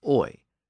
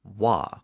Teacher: words spelled with oi are not pronounced oi. They're pronounced as wa with an aspirated w sound. · Shown in: second take